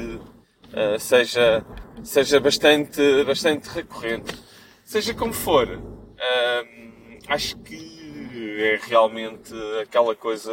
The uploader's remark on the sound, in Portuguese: Numa viagem de carro... Perdoem os barulhos adicionais.